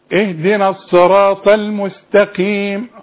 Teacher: السين عليها سكون والتاء عليها فتحة، والحرفين دول مرققين